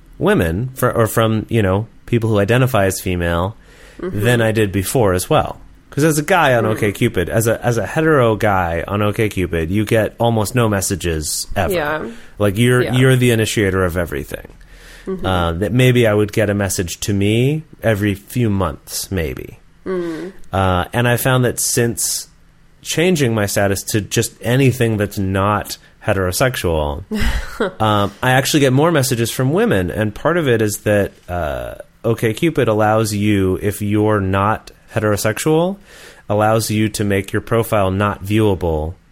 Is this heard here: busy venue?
no